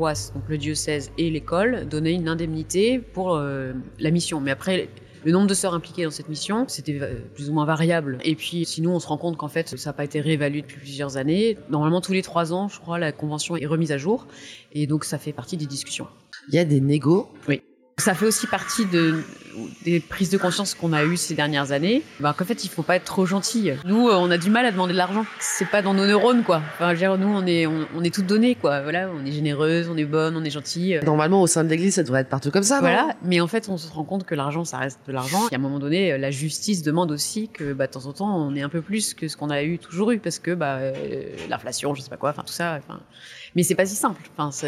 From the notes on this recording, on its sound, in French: Nous avons enregistré dans un bar parisien autour d'un chocolat chaud. Navrée pour la qualité de son qui s'en ressent.